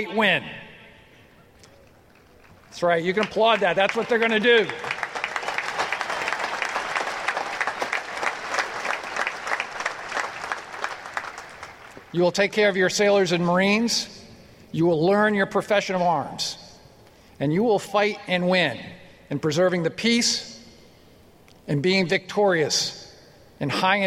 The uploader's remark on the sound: This special episode contains the audio from the speakers at the USNA Graduation and Commissioning ceremony on May 25, 2018 in Annapolis, MD.